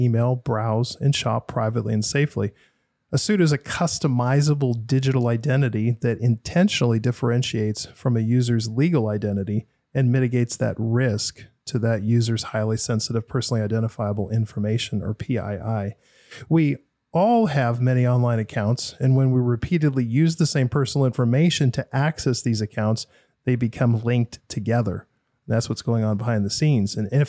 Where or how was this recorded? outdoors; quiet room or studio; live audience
quiet room or studio